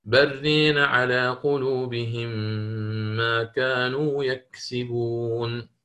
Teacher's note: يأتي بالإمالة في الألف وفي فتحة الراء قبلها، فيقرأ بران على قلوبهم ما كانوا يكسبون بالإدغام هنا مثل ما رأينا، برين على قلوبهم ما كانوا يكسبون، هكذا.